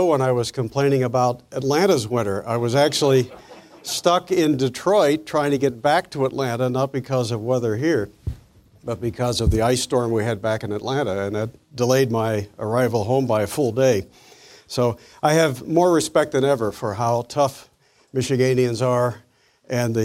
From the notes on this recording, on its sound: Presentation was delivered as part of the 2014 Acton Lecture Series.